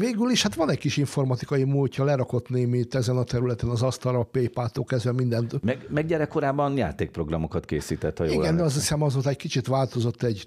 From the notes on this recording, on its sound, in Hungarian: PosztmodeM a Pátria Rádióban. Megszólal telefonon.